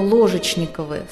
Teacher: с ударением на первом слоге с буквы «О»